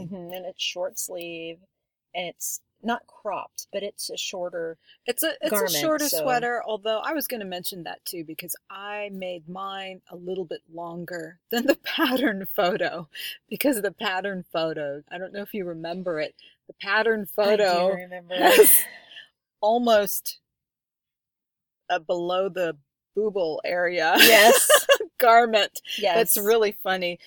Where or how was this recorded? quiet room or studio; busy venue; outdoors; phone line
outdoors